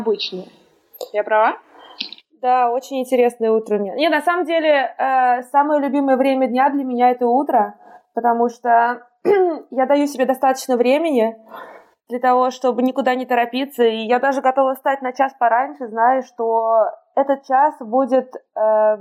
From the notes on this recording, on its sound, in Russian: отвратительный звук